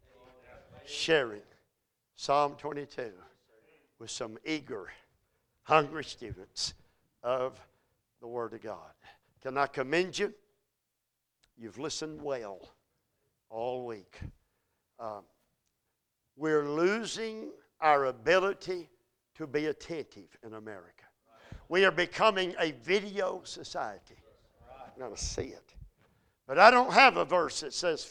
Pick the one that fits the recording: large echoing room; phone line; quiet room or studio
large echoing room